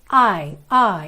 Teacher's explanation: Então a gente faz um I muito aberto e já no inglês ele é um pouquinho mais fechado